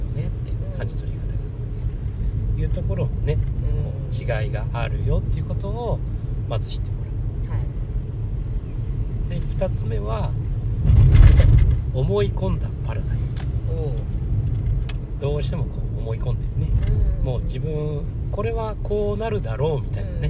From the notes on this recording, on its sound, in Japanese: 久しぶりに移動中の車の中から収録でお届け！動物病院へ行く道すがら。